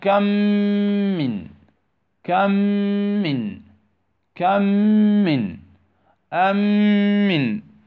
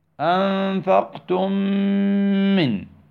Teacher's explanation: الميم الأولى تختفي ولكن تبقى غنتها · Term: الإدغام الشفوي